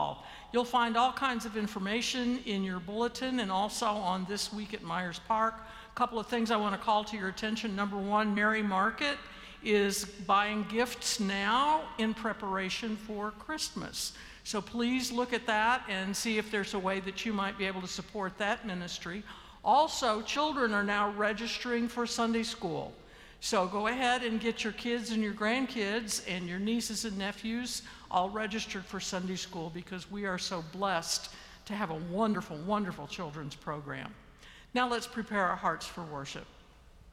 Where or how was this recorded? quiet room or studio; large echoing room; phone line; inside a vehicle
large echoing room